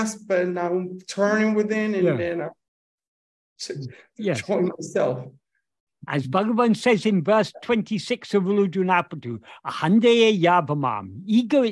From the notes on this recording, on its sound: In a Zoom meeting